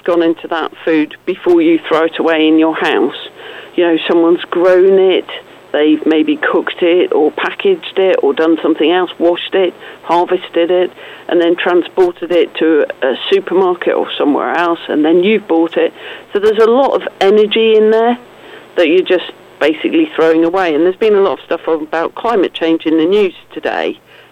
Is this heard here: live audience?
no